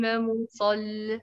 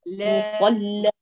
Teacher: مصلى ليس لا، لا تميلي لواتك. وتعتني طبعا بطباق الصاد لانه الى الان يعتبر ضعيفا عندك كذا منفتح